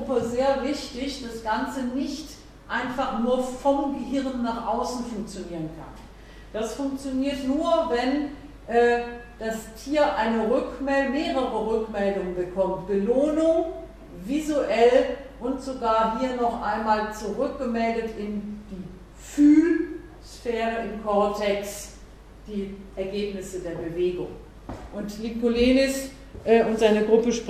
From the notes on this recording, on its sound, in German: Mitschnitt des Vortrags. Universität Innsbruck.